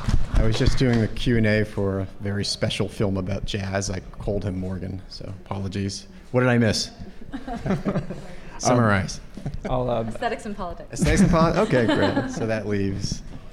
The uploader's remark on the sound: before a live audience